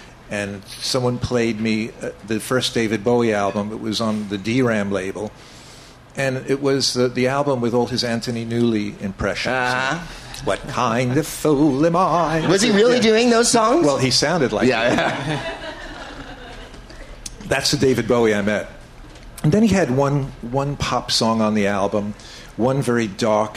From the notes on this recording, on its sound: Live from Joe's Pub in New York City.